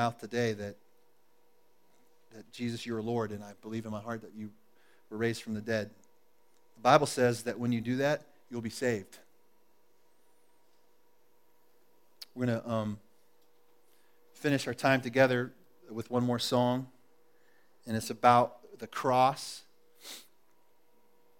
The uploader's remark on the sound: recorded at The Calling Community Church locate in Platte City, Missouri